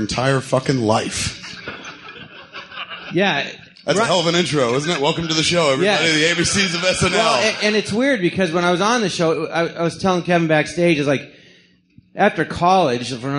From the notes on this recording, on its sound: Recorded live at the Jon Lovitz Podcast Theatre.